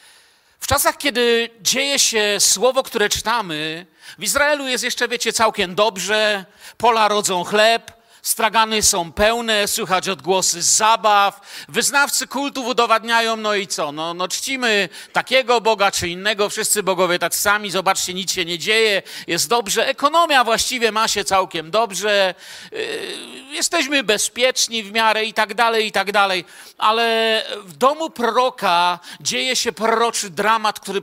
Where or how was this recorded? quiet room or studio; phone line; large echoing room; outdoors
large echoing room